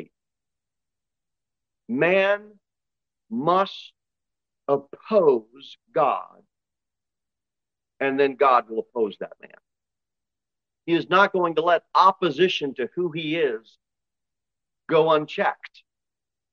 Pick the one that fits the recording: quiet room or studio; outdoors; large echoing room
large echoing room